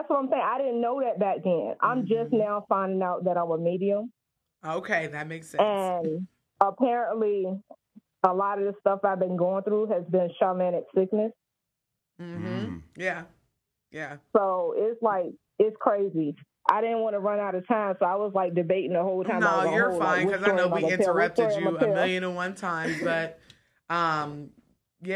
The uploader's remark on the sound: In this next installment of the Calls From Beyond Live show one of our callers informs us that they were abducted by aliens!